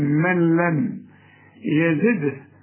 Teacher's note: النون اللي بعدها لام كأنها غير موجودة، الغيها او سميها ادغام كامل بغنة. اشبك للنين مع اللام من لم يزده.